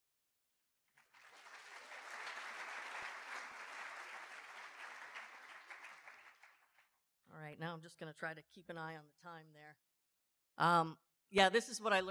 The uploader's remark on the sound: the closing speaker for the Sobriety Under the Sun conference in Puerto Vallarta 2024